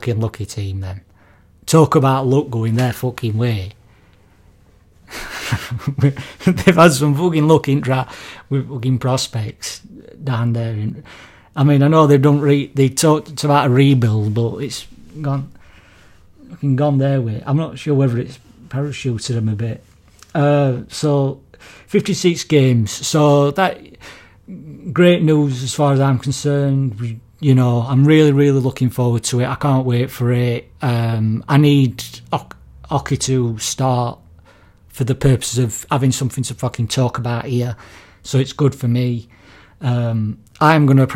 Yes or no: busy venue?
no